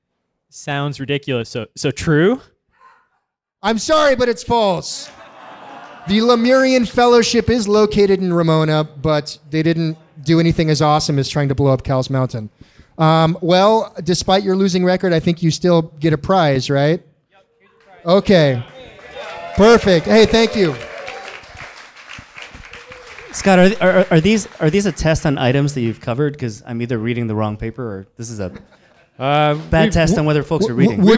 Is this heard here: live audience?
yes